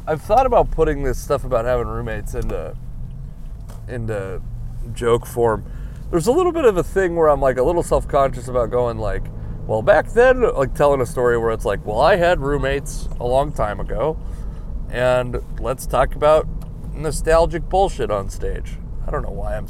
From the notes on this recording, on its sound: I recorded this podcast while driving to a gig that I thought was in Everett.